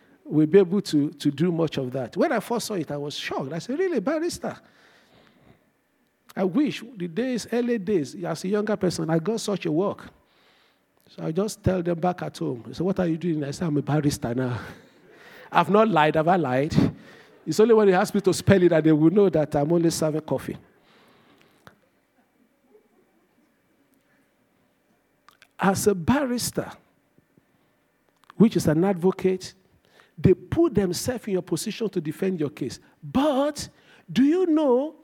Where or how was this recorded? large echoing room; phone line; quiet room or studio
large echoing room